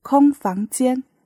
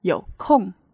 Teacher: For space, 空房间, first tone. For time, 有空, means I have lots of free time. You have to say it the fourth tone.